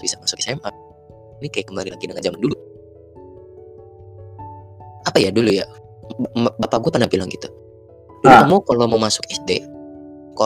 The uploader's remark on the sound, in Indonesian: maaf banget sound kami masih tidak layak